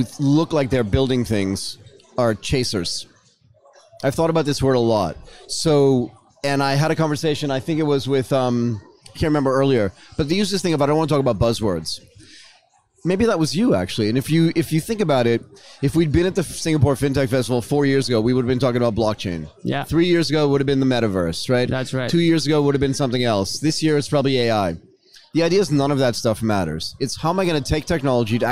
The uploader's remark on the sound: During this broadcast at the Singapore Fintech Festival, we discussed the trends at the forefront of this transformation.